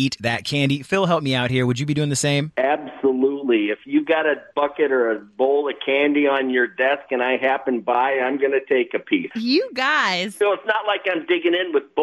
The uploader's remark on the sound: They asked listeners to call.